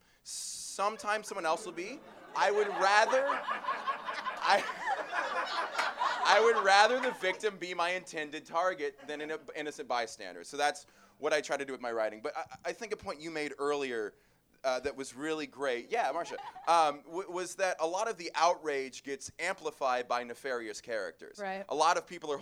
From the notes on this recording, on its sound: this ‘LIVE at Union Hall’ edition of On the Chopping Block!